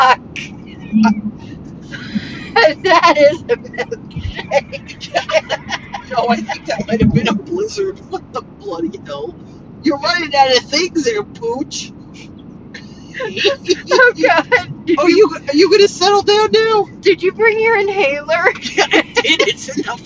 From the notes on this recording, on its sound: 2 girls in a car driving to Georgia at 2 am